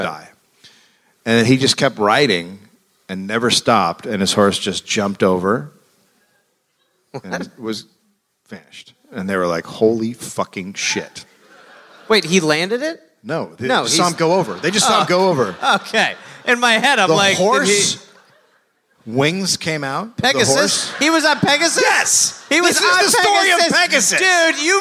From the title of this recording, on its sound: Live in Portland